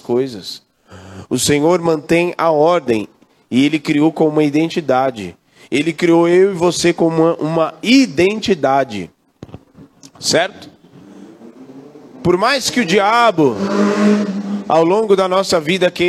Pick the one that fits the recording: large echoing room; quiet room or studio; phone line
large echoing room